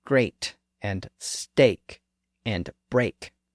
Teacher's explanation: during the Great Vowel Shift, words with those various pronunciations merged together into the vowel sound A